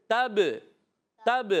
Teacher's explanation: با ساکن ہے، قلقلہ ہوگا، آواز لوٹ کر آئیے